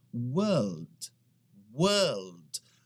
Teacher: A gente não pronuncia aquele R ali no meio.